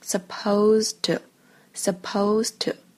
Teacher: 它后面又连了一个 to，所以我们在这里呢是不需要把那个 d 读出来的